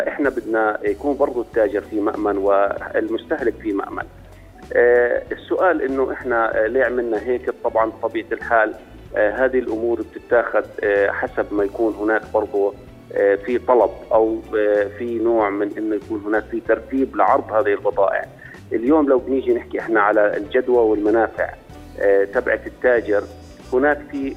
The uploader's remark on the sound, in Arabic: اتصال هاتفي